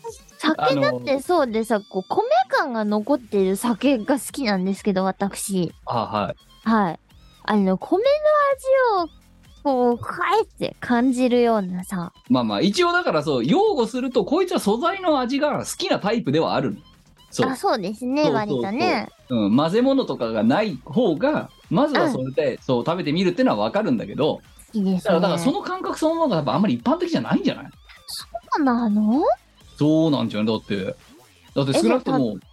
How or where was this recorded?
video call